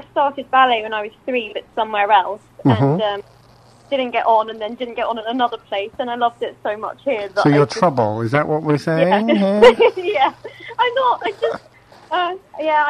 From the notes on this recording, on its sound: Is joined on the phone.